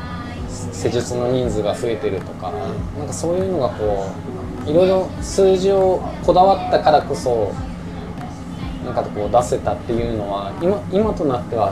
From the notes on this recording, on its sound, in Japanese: 焼肉屋さんで突然の収録で騒がしいですが、そんな場だからこその熱い談義になりました。呑みの席の感覚で聞いてください。